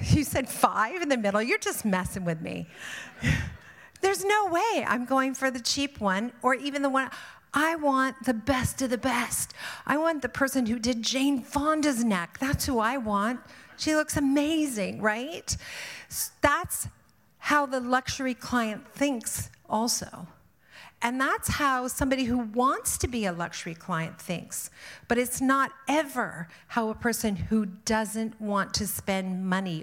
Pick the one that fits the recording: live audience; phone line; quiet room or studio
live audience